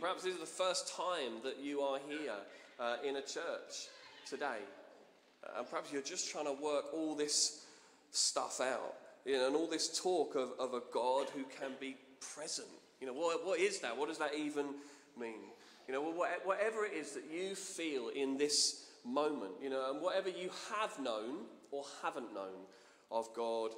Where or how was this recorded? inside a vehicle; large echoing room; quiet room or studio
large echoing room